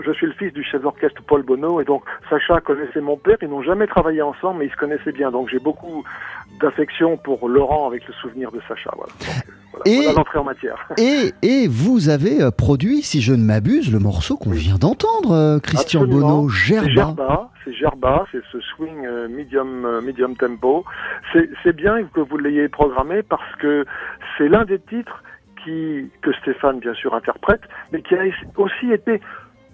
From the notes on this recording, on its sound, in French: On en parle ce midi par téléphone